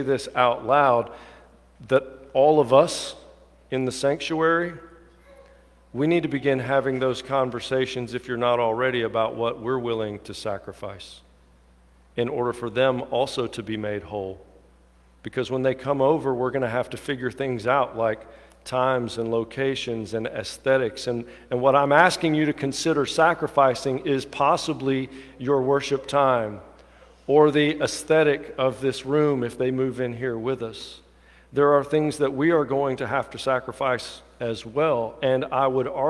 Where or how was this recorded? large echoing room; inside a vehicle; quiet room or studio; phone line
large echoing room